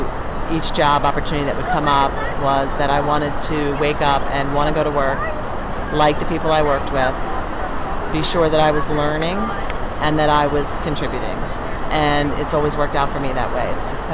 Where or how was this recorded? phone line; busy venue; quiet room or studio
busy venue